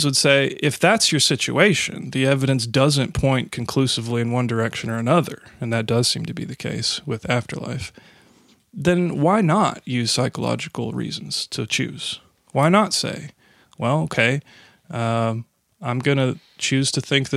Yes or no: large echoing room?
no